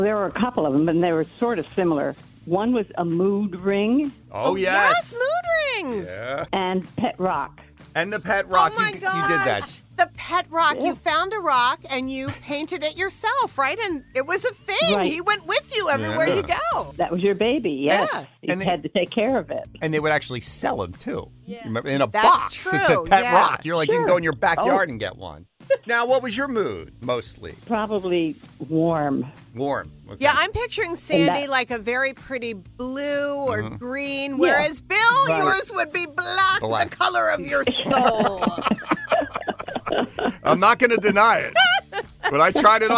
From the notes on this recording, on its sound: Listeners call in to share the ridiculous things they once wore.